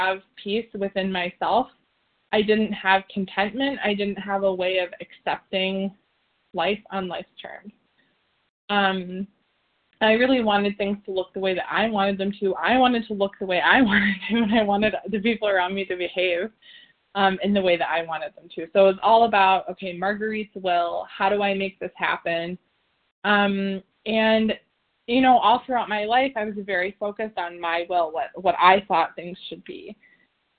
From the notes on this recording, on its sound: the 100 Pounders Phone Meeting on 11/1/20